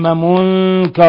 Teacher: نون ساكنة جاء بعدها الكاف إخفاء حقيقي